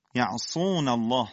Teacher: شداد لا یعصون الله، حرف عین ساکن بعبعه بدون درشتی. یعصون الله صاد با اطباق و سفیر لازم خودش